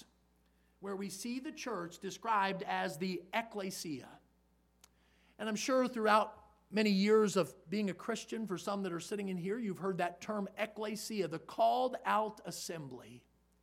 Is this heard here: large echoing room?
yes